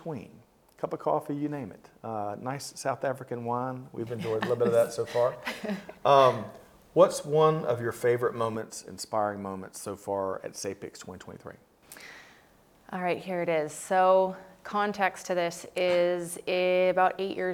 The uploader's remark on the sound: We continue coverage from the annual SAPICS 2023 Conference in Cape Town, South Africa.